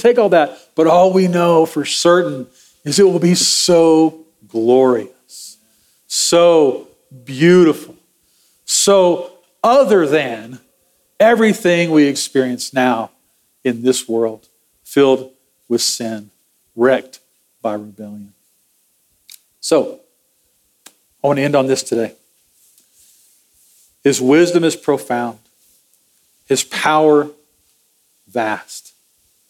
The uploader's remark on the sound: Sermon audio from Sunday, November 12, 2023.